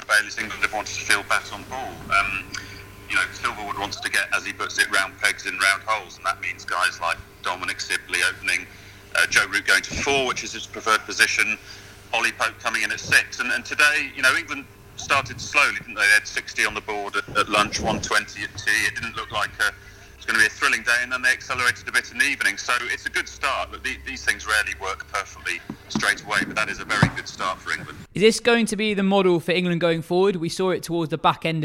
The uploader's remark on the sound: On the phone from the ground. At Wisden HQ in London.